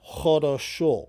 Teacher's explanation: in Siberia and in Ukraine, they pronounce it as a long O, like хорошо instead of хорошо, you know, which is good in Russian.